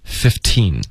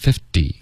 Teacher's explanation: 在美式发音中特别简单，15会保持一个特的音15，好， 50会浊化这个特音50